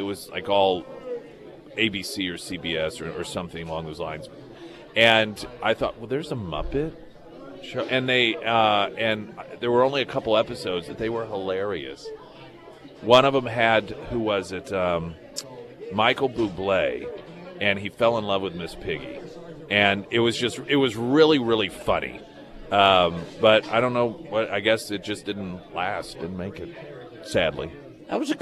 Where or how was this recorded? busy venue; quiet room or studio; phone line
busy venue